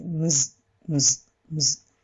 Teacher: シームズのムズは絶対言ってください。ここはムスにはならない。必ずムズ。